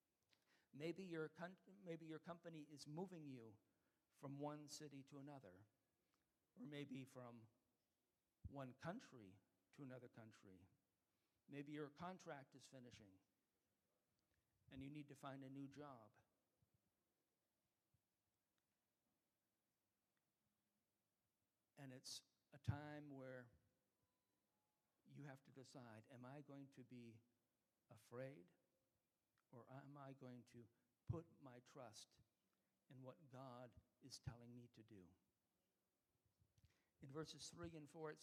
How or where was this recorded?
large echoing room